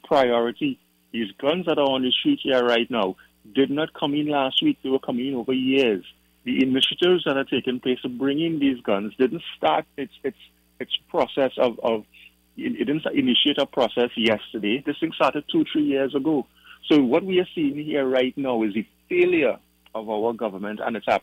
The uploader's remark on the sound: During this hour we take calls from our audience